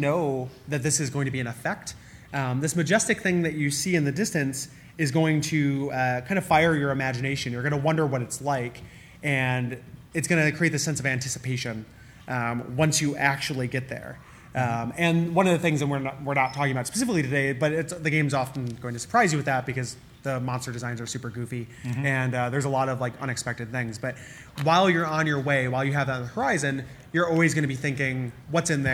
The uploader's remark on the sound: Live Show